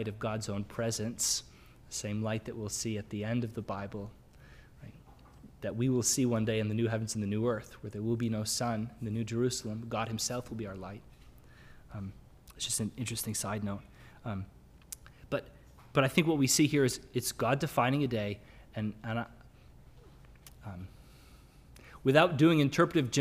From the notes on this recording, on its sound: Sermon audio from the LBC worship service on Sunday, March 13, 2022.